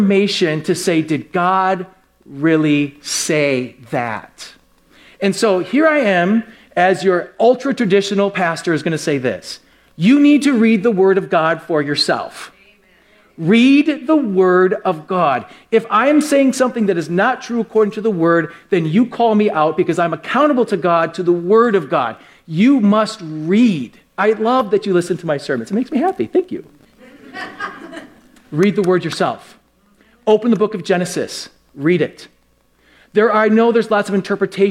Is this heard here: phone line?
no